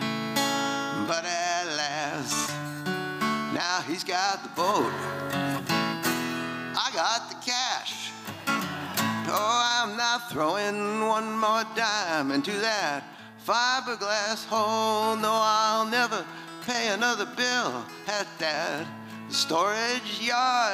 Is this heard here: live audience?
yes